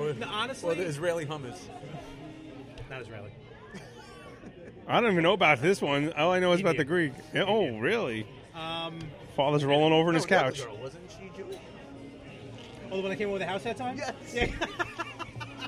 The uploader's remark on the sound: We recorded LIVE from Miller's Ale House in Levittown, NY.